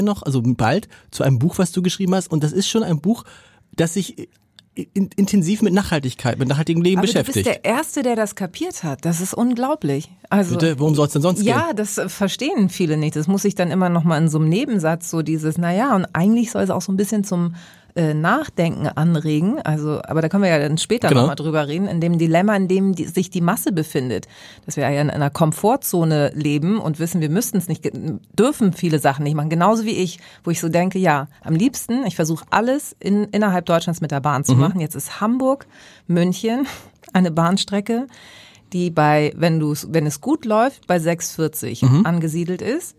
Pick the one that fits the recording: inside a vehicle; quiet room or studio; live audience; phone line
quiet room or studio